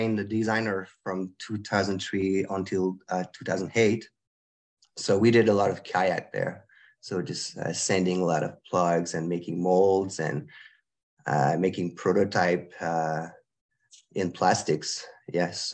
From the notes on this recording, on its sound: Recorded live on Zoom. The audio is not studio quality.